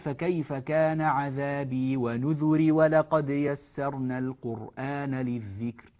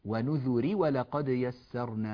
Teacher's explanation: فمن يقرأ بحفص يكسر الراء من غير إثبات ياء